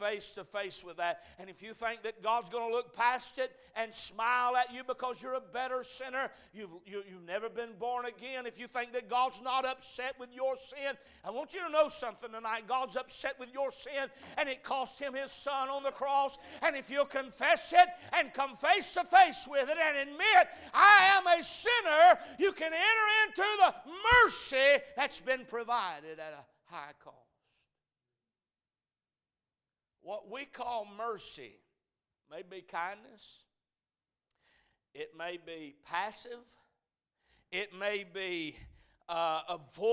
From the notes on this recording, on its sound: A message preached at Crossroads Baptist Church